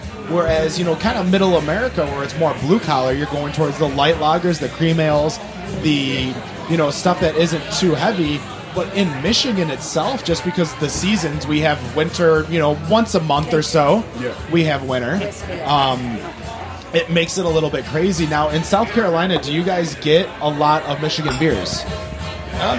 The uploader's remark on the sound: Live from Ale Mary’s in Royal Oak